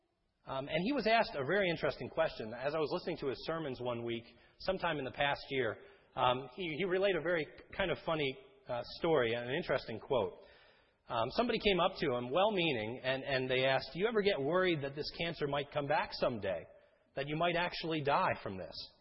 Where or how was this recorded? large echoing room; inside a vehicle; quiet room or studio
large echoing room